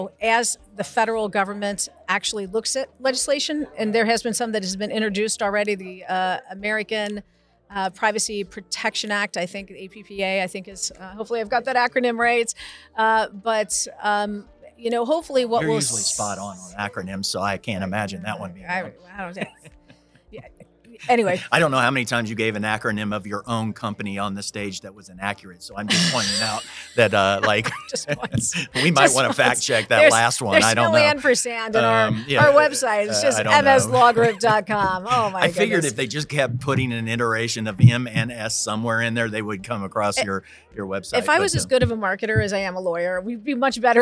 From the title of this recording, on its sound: SOCAP Spring Symposium Podcast Booth '23